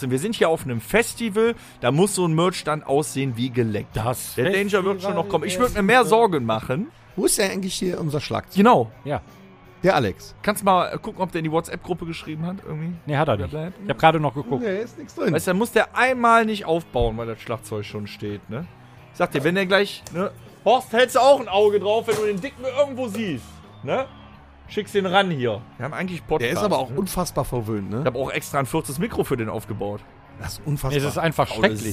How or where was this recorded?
busy venue